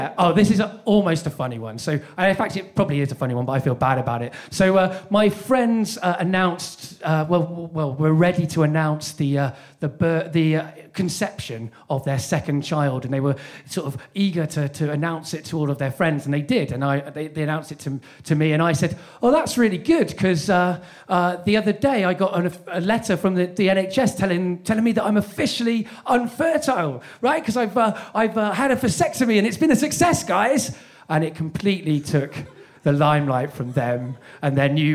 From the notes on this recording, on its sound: This event was recorded live at The Hackney Attic.